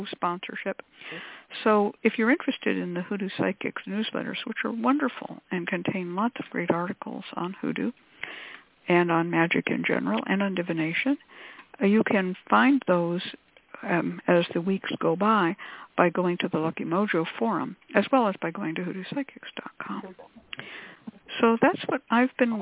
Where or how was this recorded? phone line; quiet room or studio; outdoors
phone line